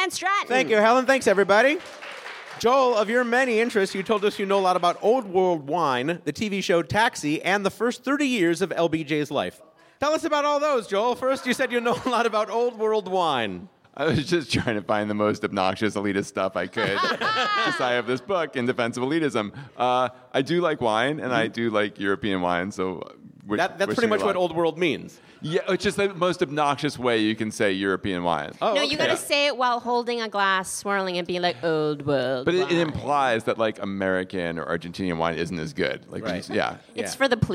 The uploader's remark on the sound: The show was recorded at the The Angel City Brewery in Los Angeles. The show was recorded at the The Angel City Brewery in Los Angeles.